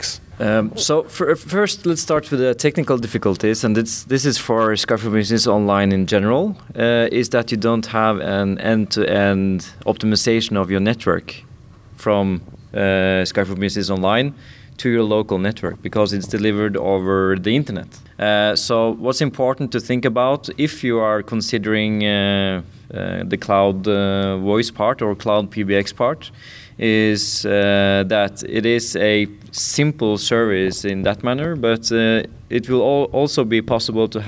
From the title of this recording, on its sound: Live from Modern Workplace Summit and Skype Days in Oslo